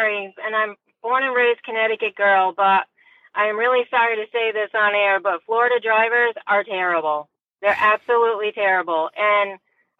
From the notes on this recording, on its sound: the show gets its first caller